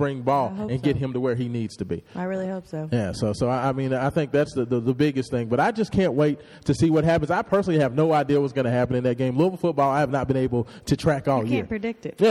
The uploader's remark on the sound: Live at Montogomery Chevrolet hosting our 2nd Annual Toy Drive.